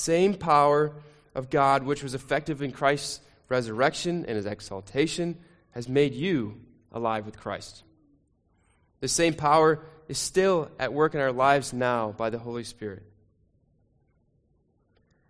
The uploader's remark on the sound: Sermon recording from Sunday 2 Jul 2023